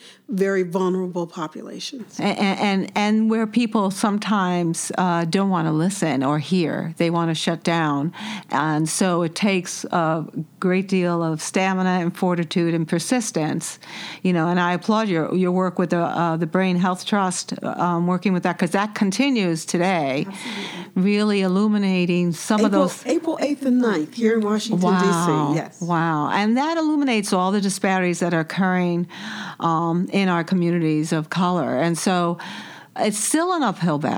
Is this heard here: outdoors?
no